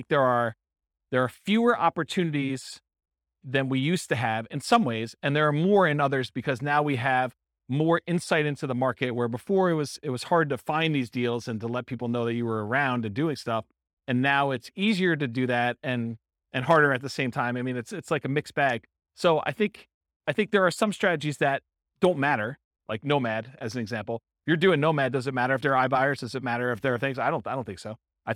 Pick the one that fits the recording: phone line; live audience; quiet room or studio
live audience